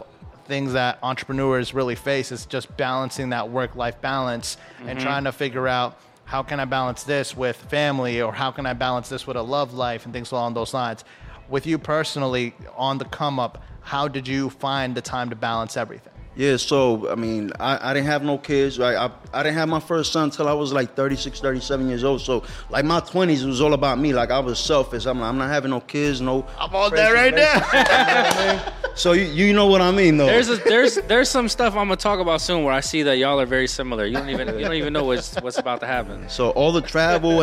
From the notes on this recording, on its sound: Empower 610 Episodes recorded at La Vida Cafe.